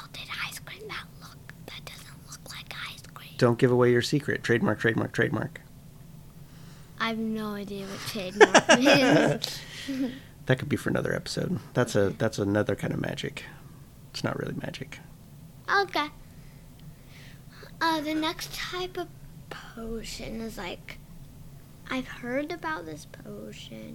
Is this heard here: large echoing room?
no